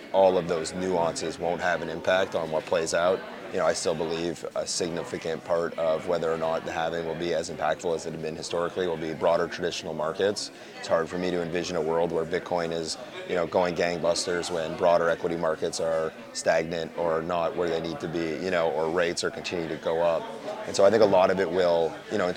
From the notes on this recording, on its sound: at the Blockchain Futurist Conference in Toronto, Canada